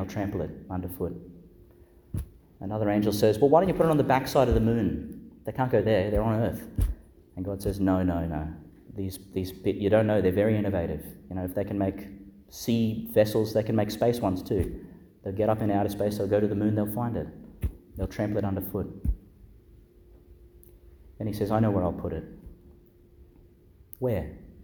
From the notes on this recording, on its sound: Homily for the Fifteenth Sunday in Ordinary Time, delivered in Our Lady Star of the Sea Church, Gladstone, Qld.